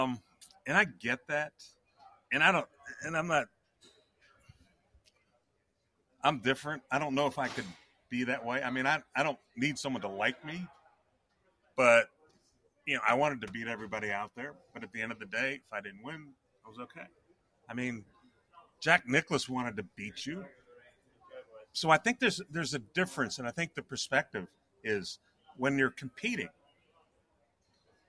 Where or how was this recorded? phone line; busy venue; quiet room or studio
busy venue